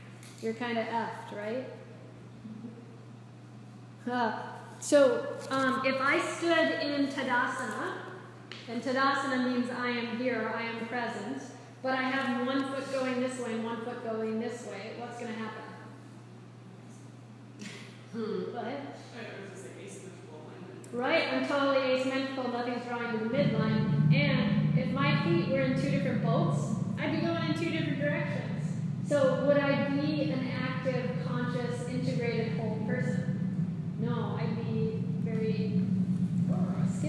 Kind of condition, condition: setting, live audience